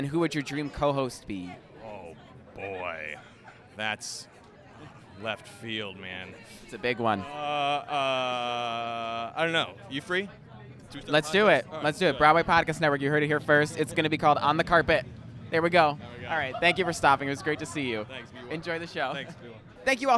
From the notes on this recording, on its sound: Live from The Thanksgiving Play Broadway Opening. On The Thanksgiving Play Broadway opening night red carpet.